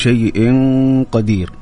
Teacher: شيء قدير إنك على كل شيء قدير هنا تنوين جاء بعد حرف القاف. القاف من حروف الإخفاء لكن أيضا القاف من الحروف المفخمة فحتى التنوين يتأثر به